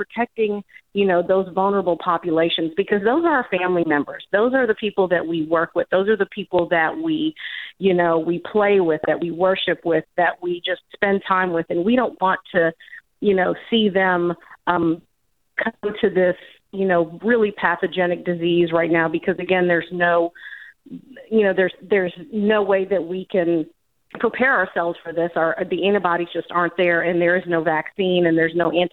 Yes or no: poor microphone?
no